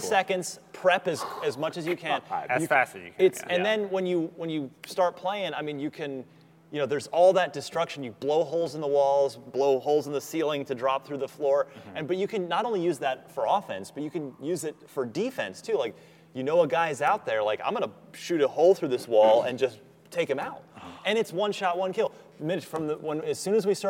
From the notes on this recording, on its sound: Recorded live from a haunted theater in Los Angeles.